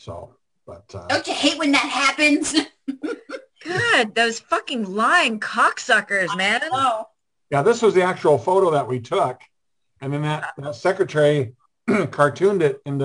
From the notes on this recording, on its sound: We held our Zoom Session. Two international guests were a part of the show.